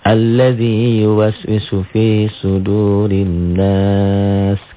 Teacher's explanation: Alif lam samsiah. Sudurin nunnya gunnah. Ditahan dan dengung.